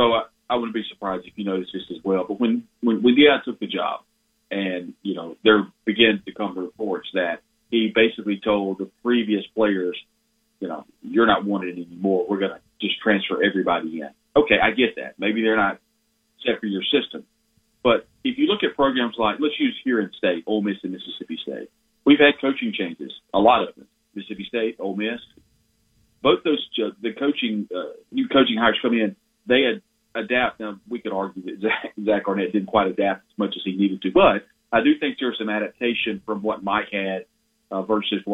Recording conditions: phone line